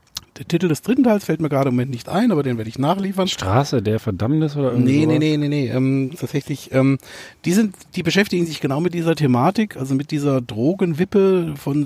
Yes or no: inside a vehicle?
yes